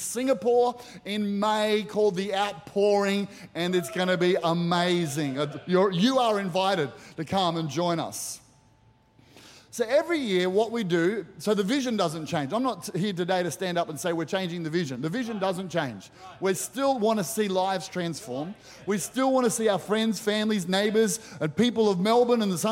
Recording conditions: large echoing room